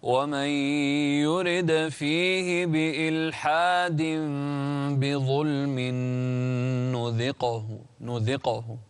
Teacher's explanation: القلقلة في الدال والقاف